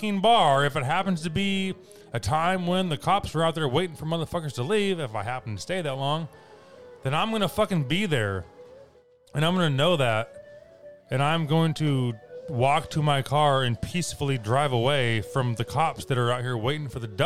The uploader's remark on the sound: Live, sidewalk jazz. During the intro of this quick 6 minute rant about parking on the Ave.